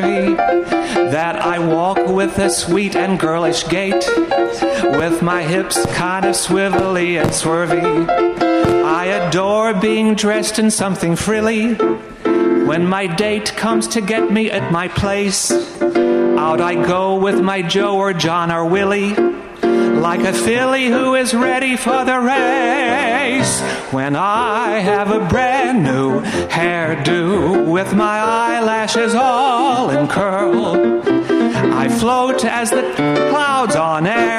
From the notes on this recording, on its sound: Live from Joe's Pub in New York City